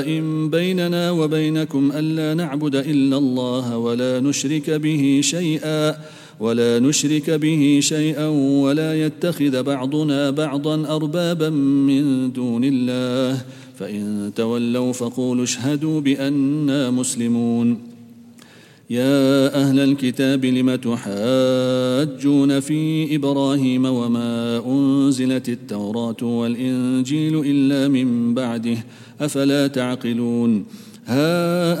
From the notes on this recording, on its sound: at the Houghton Masjid (West Street)